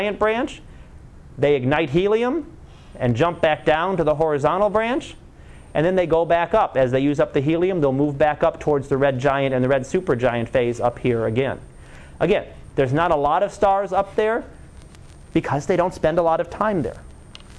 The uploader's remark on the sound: Live Class Lecture 2013 Oct 30